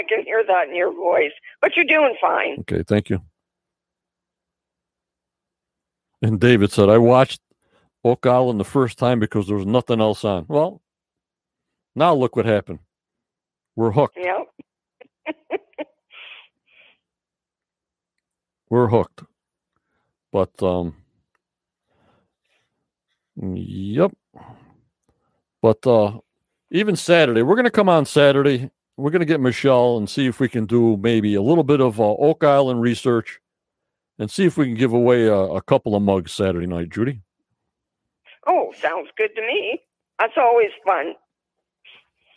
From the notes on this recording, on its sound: From Canada on the Phone.